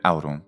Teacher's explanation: la vocale è corta e nasale, cioè aurum, e lo sappiamo perché non scrivevano anche nel terzo secolo a.C. · Term: vocale nasale